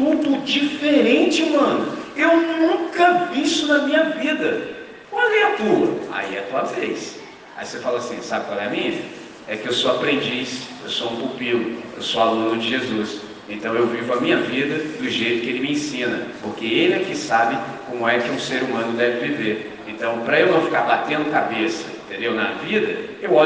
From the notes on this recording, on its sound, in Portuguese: Gravado em 31 de Maio de 2023 com os estudantes do 6°, 7° e 8° ano do Colégio Batista Brasil unidade Volta Redonda, RJ.